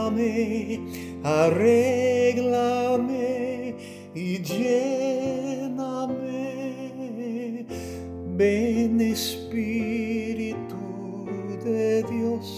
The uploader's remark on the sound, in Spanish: Terminamos nuestra visita con la Iglesia Bautista Pine Forest de Hallsville, TX.